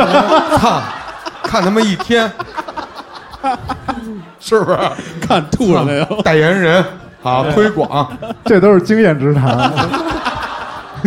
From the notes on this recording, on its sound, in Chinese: 这是我们去年落地活动的现场实况录音